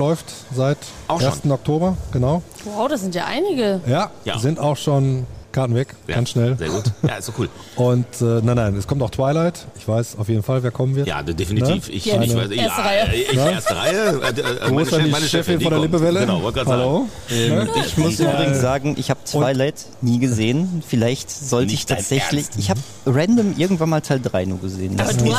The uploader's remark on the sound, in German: Über 200 Harry Potter-Fans bei Film-Marathon dabei. Die neunte Folge des Cinetalks haben unsere Podcaster dieses Mal nicht im Studio aufgenommen, sondern mitten im Foyer des Cineplex Hamm - und zwar während des großen Harry-Potter-Film-Marathons!